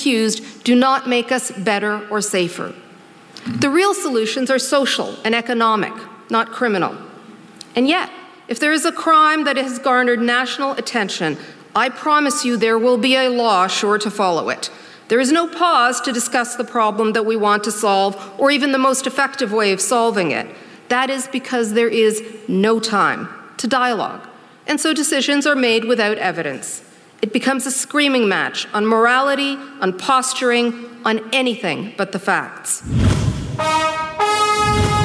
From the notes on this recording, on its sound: during ideacity's 20th anniversary conference